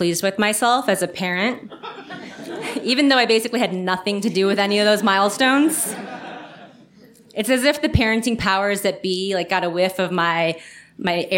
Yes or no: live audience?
yes